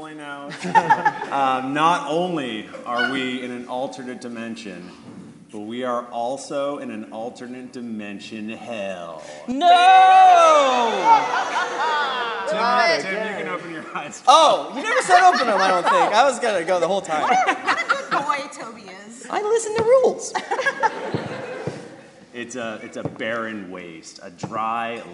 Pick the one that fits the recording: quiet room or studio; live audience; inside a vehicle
live audience